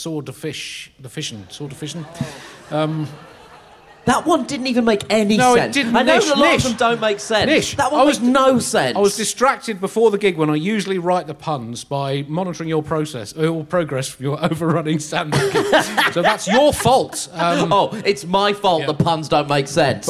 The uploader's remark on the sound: live from Podicon London 2021